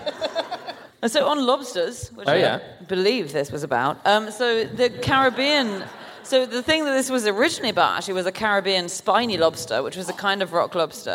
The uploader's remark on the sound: Live from Perth